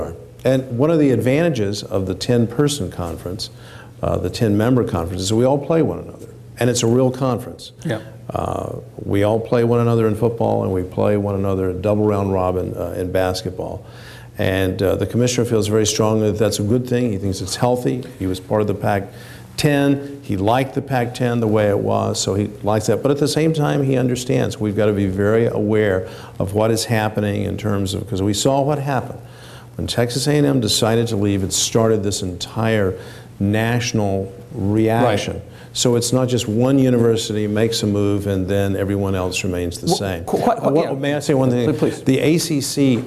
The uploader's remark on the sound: This event was recorded before a live audience in Austin. Our TribLive events feature discussions with our honored guests followed by questions from the audience.